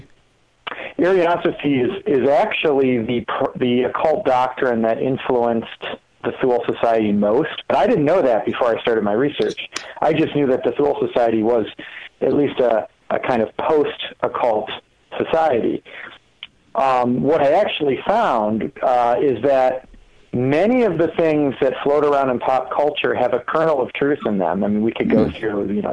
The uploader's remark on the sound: Phone calls.